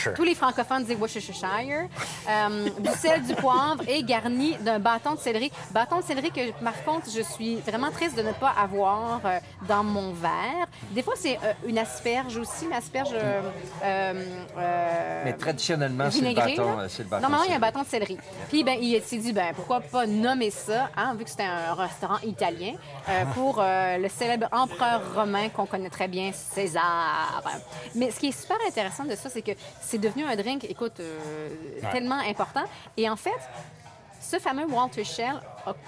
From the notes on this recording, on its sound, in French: Calgary: Old Stephen Avenue. L’équipe se rend ensuite sur les terrains du Stampede de Calgary, mais doit rebrousser chemin pour se mettre à l’abri des intempéries. Le segment final est enregistré au fameux King Eddy (438-9ème avenue SO).